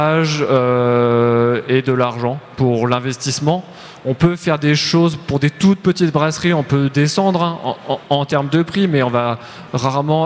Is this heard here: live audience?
yes